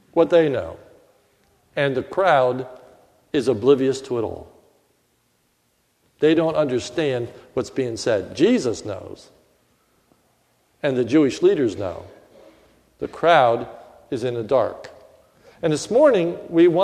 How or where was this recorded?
large echoing room